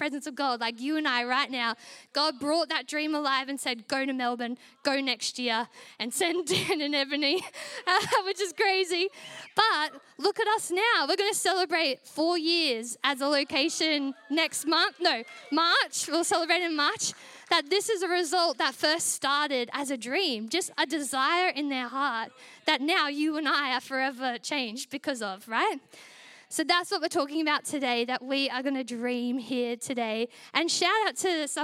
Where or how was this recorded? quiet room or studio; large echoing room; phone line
large echoing room